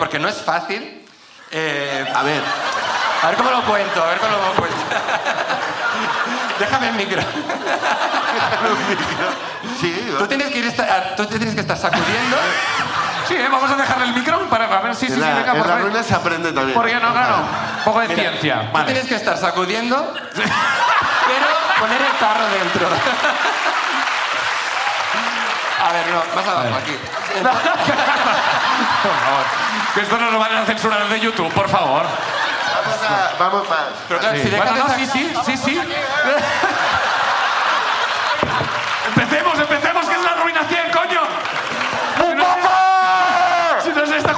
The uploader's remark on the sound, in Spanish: El público sube a contarnos